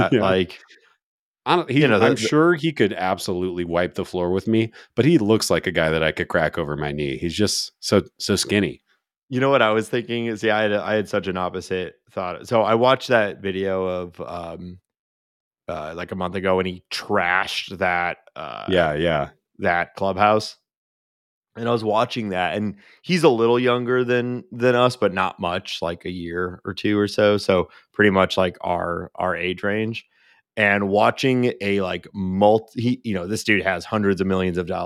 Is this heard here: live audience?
no